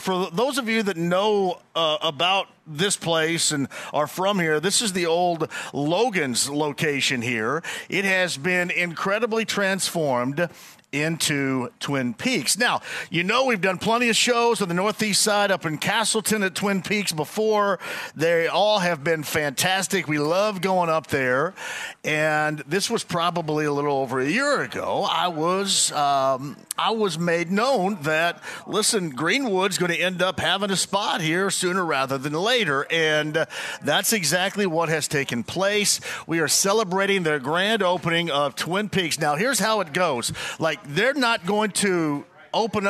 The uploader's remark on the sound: Live From Twin Peaks in Greenwood!